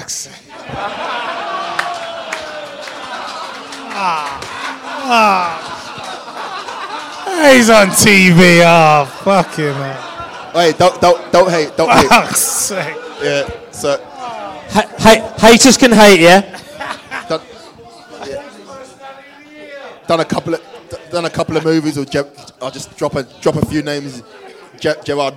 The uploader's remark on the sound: LIVE at the Beesotted Pride Of West London Social. Special guests at the Beesotted Xmas Bees up at Fullers Brewery in Chiswick - recorded in front of a live audience.